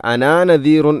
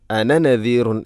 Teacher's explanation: അവിടെ അന എന്നതിലെ ആ അലിഫിനു മുകളിലൊരു പൂജ്യം, ഒരു സുക്കൂൻ കാണാൻ കഴിയും. അവിടെ അനാ നദീറുൻ എന്ന് വായിക്കരുത്, അന നദീറുൻ എന്നാണ് വായിക്കേണ്ടത്. · Shown in: second take · അതാണ് ആ സുക്കൂൻ കൊണ്ട് സൂചിപ്പിക്കുന്നത്, അന നദീറുൻ, അനാ എന്ന് വായിക്കരുത്.